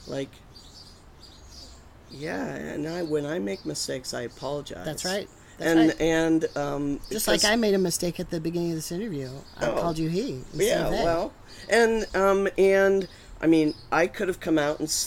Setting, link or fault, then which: fault, sounds in the background